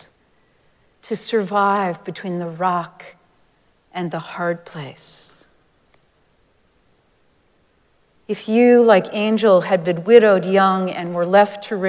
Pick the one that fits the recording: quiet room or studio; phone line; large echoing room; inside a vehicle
large echoing room